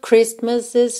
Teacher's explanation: em Christmas a gente não pronuncia o T, logo em Christmases a gente também não pronuncia o T